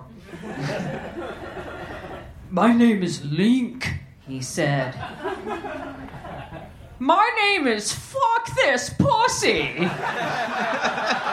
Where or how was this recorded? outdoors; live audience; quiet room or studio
live audience